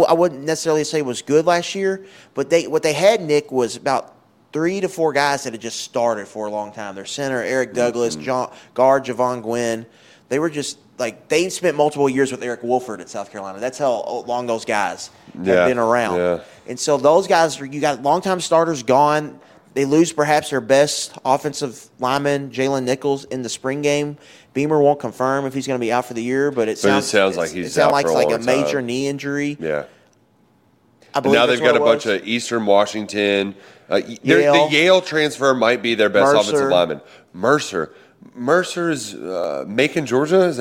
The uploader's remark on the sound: Live from SEC Media Days in Nashville. SEC Media Days have kicked off here in Nashville, Tennessee.